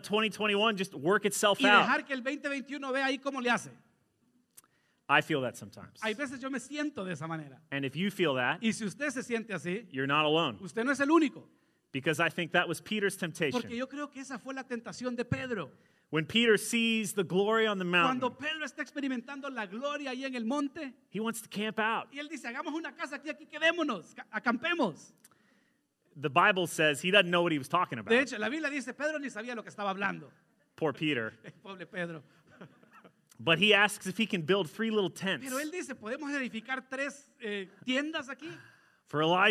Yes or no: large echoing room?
yes